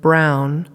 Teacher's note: So for example, if I take the cluster, the BR cluster, when I produce BR as in the word brown, my tongue is positioned for the R. At the same time, my lips are positioning for the B, brown. And you can feel that if you produce a word like that yourself. · Term: co-articulatory effect